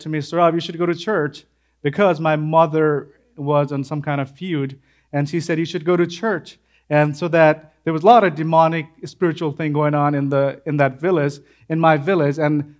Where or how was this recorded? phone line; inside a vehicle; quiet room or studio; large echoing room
large echoing room